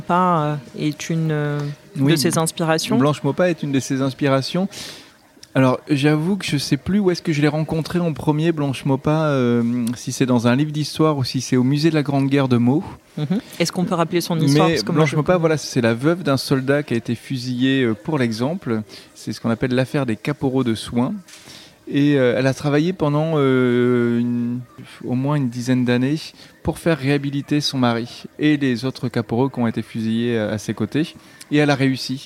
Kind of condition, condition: setting, busy venue